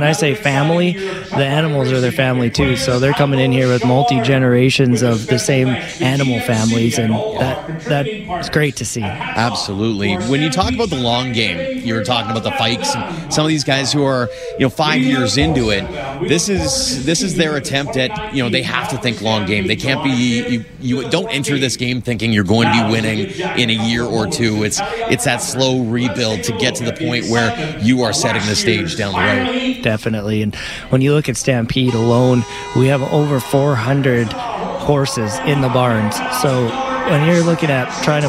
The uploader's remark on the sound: We're live today from the Calgary Stampede Tarp Auction.